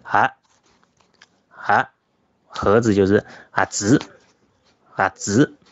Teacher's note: 上海话浊音里面的难点。其实它是一个空韵母，就是说它，呃，空声母，它其实没有声母，只不过是发后面那个啊。然后呢，但是它要发浊的，发浊音。那么盒子的盒，它的发音就是啊，啊。那么后面呢是写着写是 H AK，好像是它相对的那个一个轻音啊。后面那个是喝水的是哈。其实是有一点不一样的。喝，它是有声母的，它的声母是咯咯呵的那个呵，对吧？但是盒子的盒，它其实是没有声母，只不过是发一个浊音而已